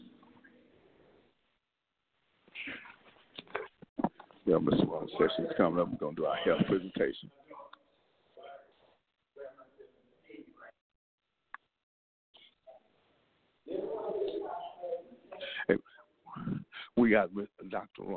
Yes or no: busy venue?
yes